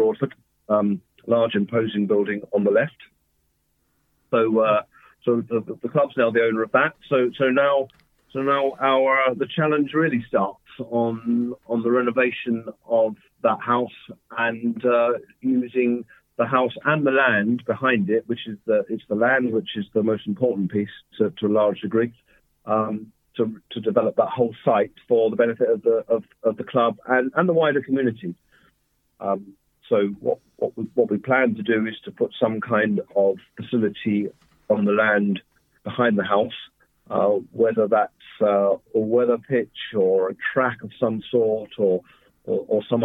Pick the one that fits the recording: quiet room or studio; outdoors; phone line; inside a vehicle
phone line